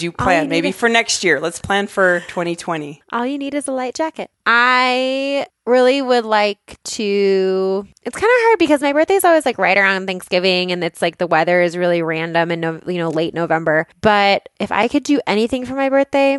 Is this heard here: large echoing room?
no